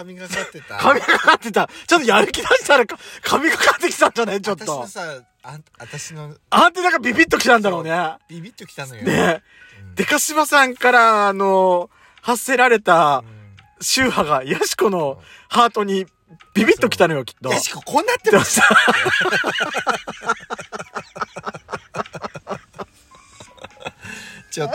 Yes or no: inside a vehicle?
yes